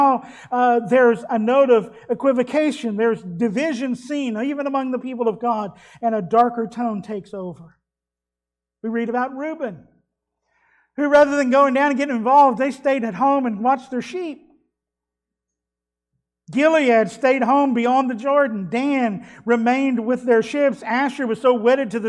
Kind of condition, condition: setting, large echoing room